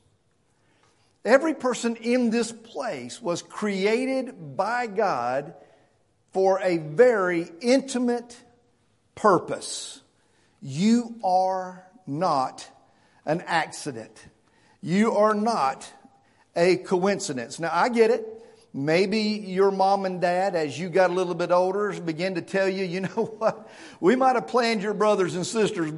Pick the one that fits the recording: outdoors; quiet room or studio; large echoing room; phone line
large echoing room